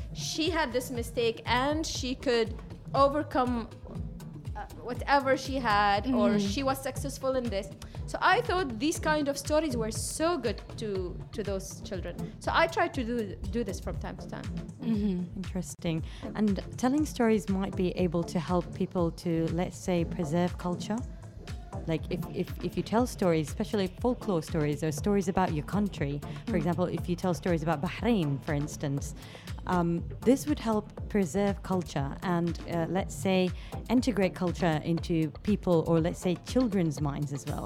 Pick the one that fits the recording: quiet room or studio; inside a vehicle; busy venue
busy venue